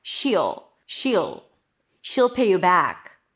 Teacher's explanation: High E and then just the dark L.